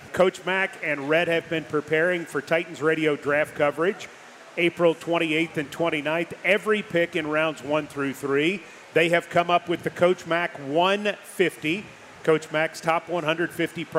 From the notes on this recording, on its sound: LIVE at Martin's Bar-B-Que in Downtown Nashville. As the OTP Live tour stops at Martin's Bar-B-Que in downtown Nashville.